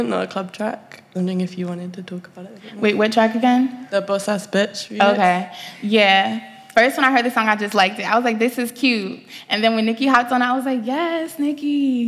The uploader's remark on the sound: Live at Unsound festival